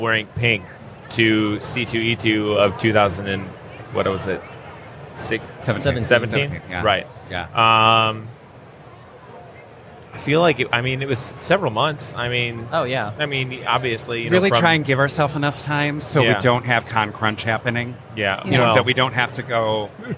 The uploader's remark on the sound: Live from Michigan Comic Con. It’s an impromptu interview from the con floor at Michigan Comic Con!